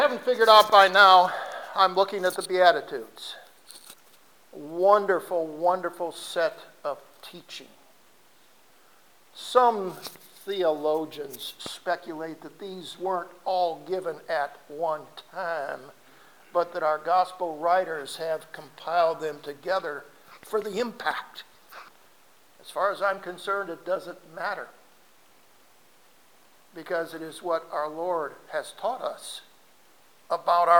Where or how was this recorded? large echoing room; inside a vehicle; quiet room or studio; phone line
large echoing room